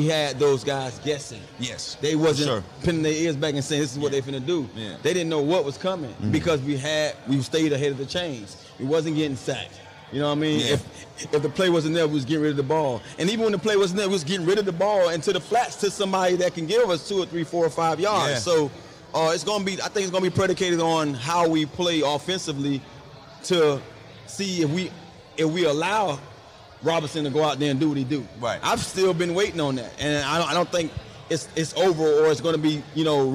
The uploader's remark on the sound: LIVE from the Commanders fan rally in Boston